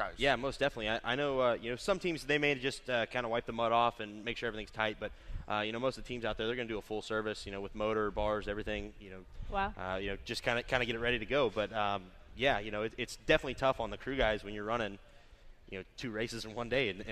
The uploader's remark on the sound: From the AGCO Jackson Nationals. Live from Jackson Motorplex.